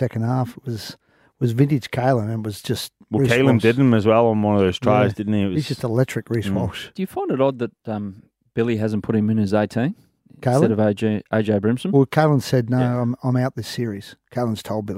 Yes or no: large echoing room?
no